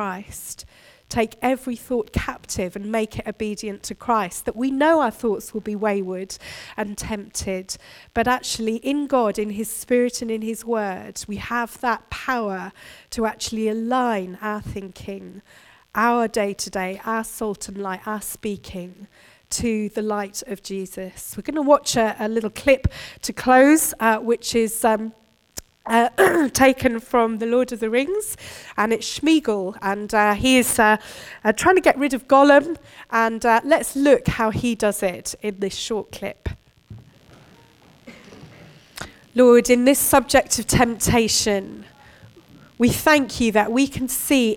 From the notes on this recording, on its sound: Recorded at Bournville gathering.